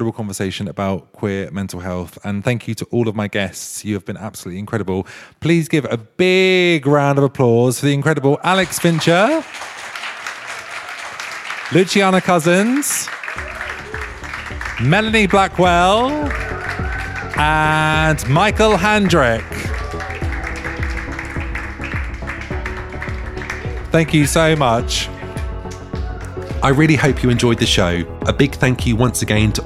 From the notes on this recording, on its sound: Live and Unscripted. The podcast has been recorded over 8 weeks, in front of a live audience at Arcobaleno, an inclusive Queer space, in the heart of Kemptown Brighton. The shows feature a panel of guests. An audience Q&A too.